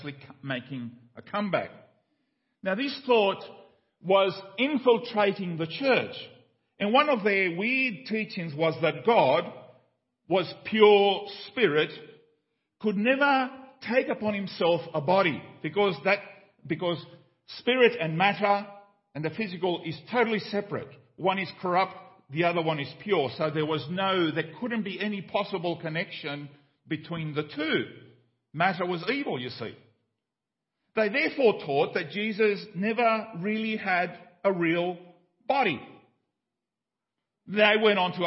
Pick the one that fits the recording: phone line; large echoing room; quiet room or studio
large echoing room